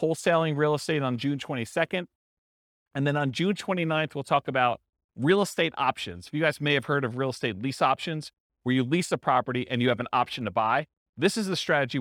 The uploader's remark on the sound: This was a live class recorded